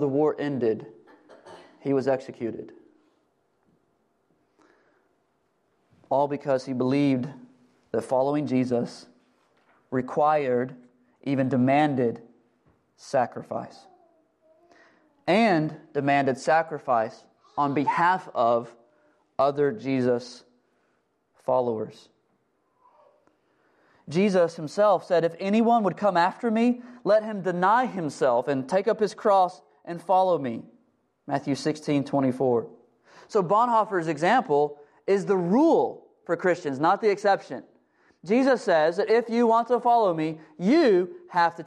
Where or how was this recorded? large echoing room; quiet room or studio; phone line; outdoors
large echoing room